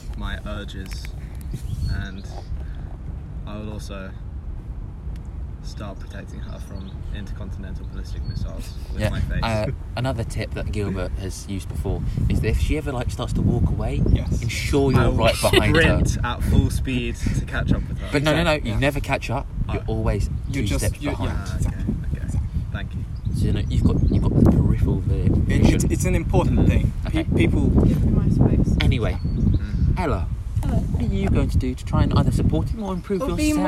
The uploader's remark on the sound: We have to apologies for lack of editing as we are fairly new to the business. We again apologises for the constant laughing and the wind sounds throughout and the accidental swearing at the end.